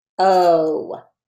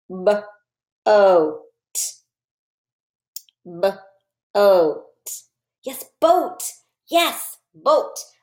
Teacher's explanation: You cannot hear the A. You just hear the O. So it's a long O sound.